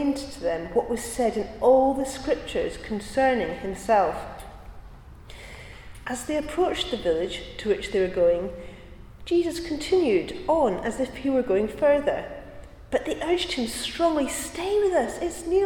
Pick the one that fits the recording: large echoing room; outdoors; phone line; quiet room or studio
large echoing room